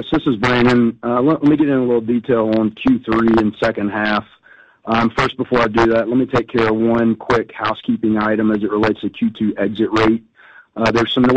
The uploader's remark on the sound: Q2 2023 Earnings Conference Call